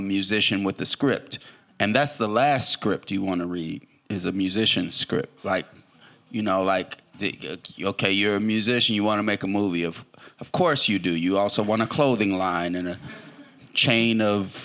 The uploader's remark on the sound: this live recorded session of Innovation Crush